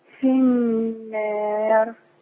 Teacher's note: طول ما في الف وراها راء مكسوره، ورش يميل بالالف شويه، فلما يميل بالالف شويه الراء تترقق